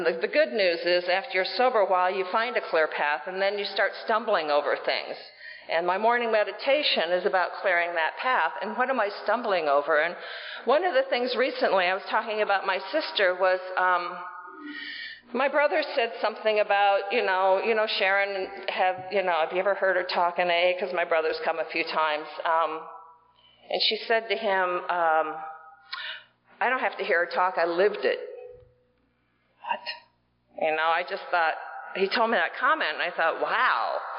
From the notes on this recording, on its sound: This ends a bit abruptly but it was the end, the last little bit got cut off. Recorded in 2015 at the 40th Atlanta Roundup.